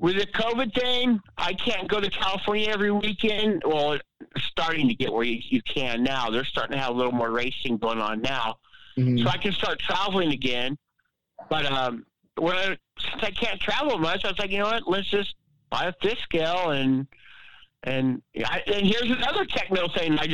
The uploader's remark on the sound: Here is the audio from the NNRC Hotline this week. Those that took the time to call in and talk.